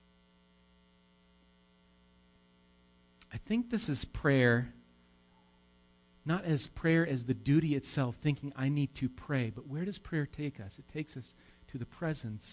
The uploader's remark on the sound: Recorded live at Bethany Bible Church on 9/9/18